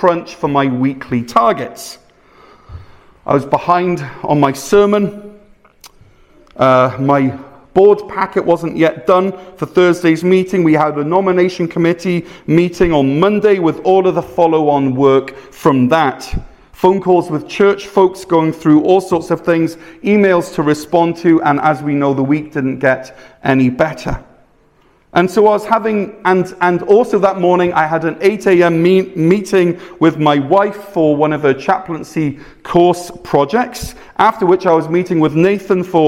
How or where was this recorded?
large echoing room